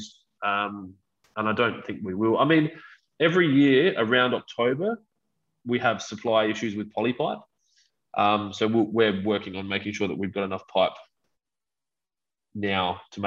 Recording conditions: drop-outs